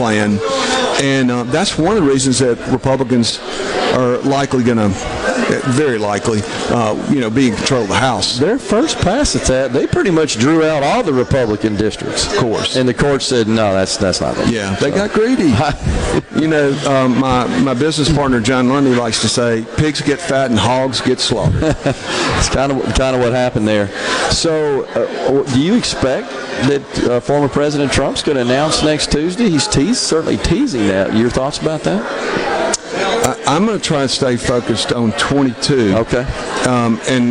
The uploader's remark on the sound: LIVE from the Accelerate Technology and Innovation Event today from the Westin Hotel in downtown Jackson